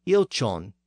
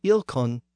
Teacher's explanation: if we substitute a Southern CH for the Northern K sound, we go from ilkun to ilchon